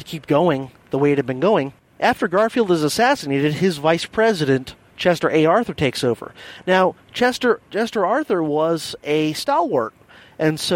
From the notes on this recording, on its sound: I’ve got an episode recorded while commuting in The Silver Bullet (my silver Hyundai Accent hatchback.)